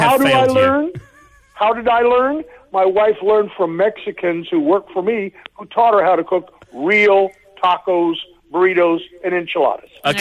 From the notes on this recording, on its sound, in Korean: 청취자 전화연결